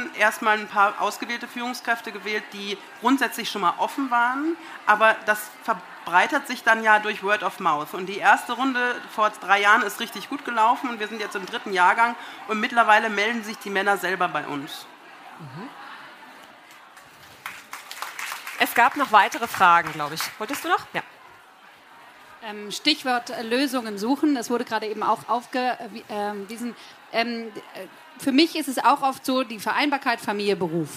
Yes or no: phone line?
no